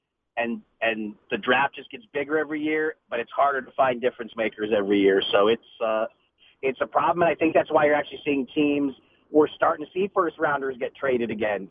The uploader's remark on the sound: called in to the Ben and Skin show